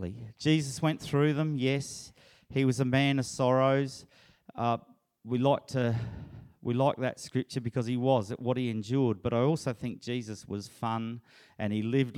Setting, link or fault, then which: setting, large echoing room